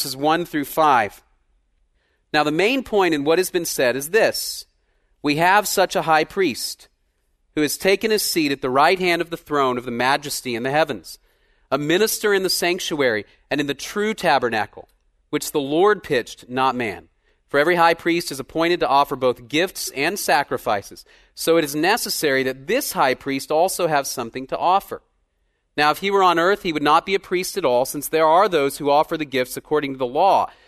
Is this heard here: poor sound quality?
no